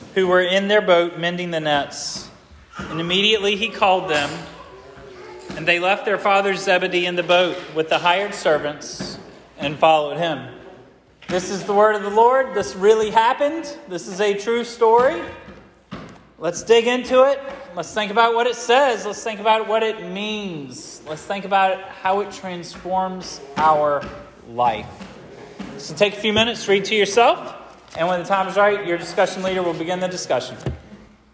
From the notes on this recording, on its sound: This sermon was preached at Hope Fellowship